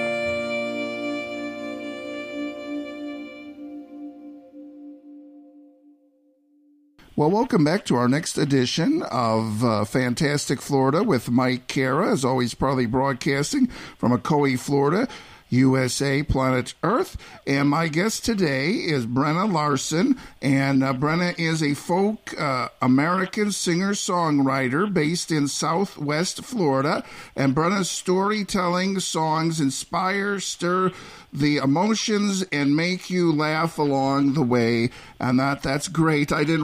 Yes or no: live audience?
no